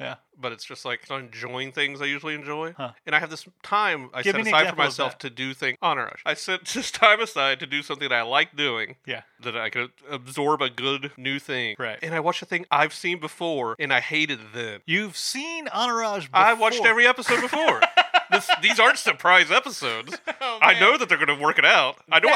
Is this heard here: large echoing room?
no